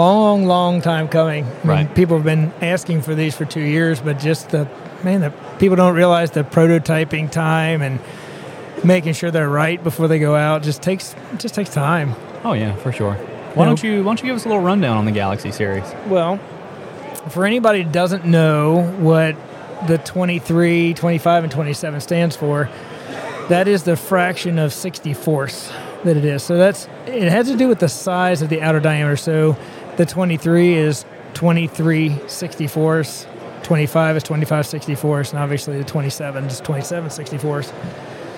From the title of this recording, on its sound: Live From The Great American Outdoor Show